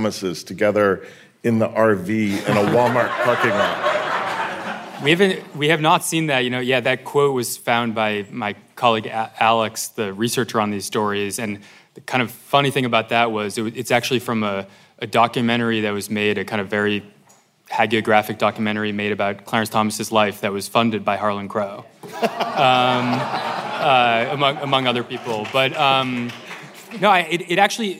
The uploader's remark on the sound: Live from the Logan Symposium on Investigative Reporting at UC Berkeley’s Graduate School of Journalism